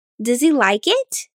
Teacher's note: Now raise your tone at the end, since it's a question.